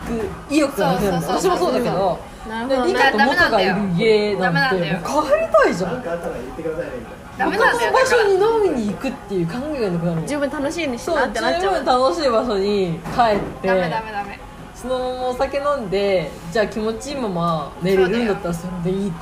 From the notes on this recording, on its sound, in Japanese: エンディング撮り忘れましたごめんなさい。ブツ切れしてます。収録場所が沖縄料理屋だったのでBGMは陽気な音楽が流れています。